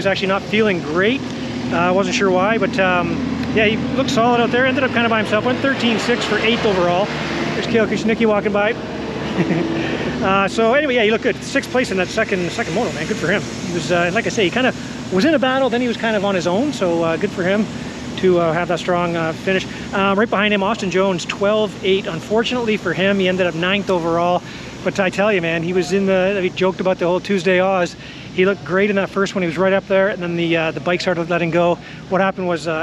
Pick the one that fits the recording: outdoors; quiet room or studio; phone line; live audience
outdoors